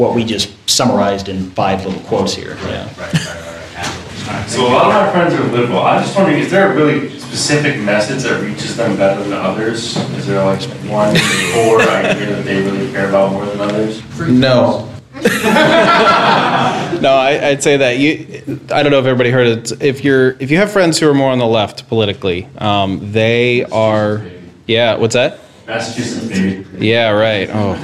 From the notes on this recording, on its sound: YALCON 2017 Breakout and Q&A. Attended the Young Americans for Liberty 2017 National Convention on behalf of LCI. This episode is our talk from the LCI breakout session, plus some additional Q&A recorded at the LCI booth.